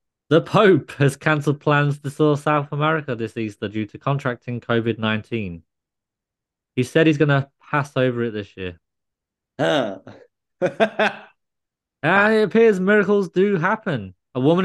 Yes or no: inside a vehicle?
no